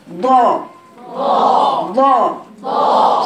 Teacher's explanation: بالنسبه للاسهم اللي هي في رسمه ثانيه، لما تيجي تشوفي الاسهم بتاعه الصوت، الصوت بيخرج منين، هتجدي الاسهم في الجزء الخلفي ده، الصوت خارج على الجنبين كده ضا ضا ضا. شايفين الصوت فين؟ · Term: الضاد